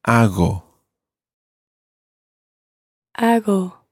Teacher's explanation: your Spanish G sound is quite a soft G there